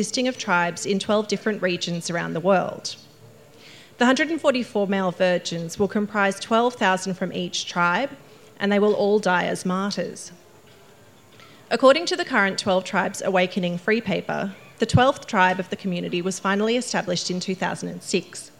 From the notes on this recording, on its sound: Woodford Folk Festival Live Show. This episode was recorded live at Woodford Folk Festival on 1 January 2024.